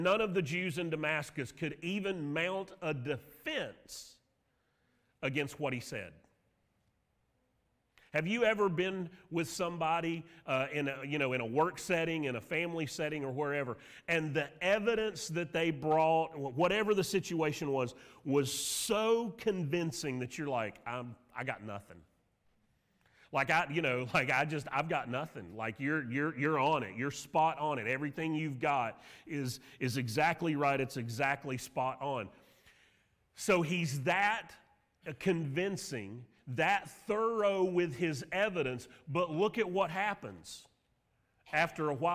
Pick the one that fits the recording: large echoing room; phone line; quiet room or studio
large echoing room